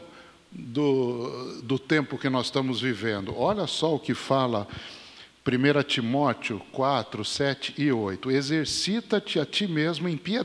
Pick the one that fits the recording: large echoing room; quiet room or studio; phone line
large echoing room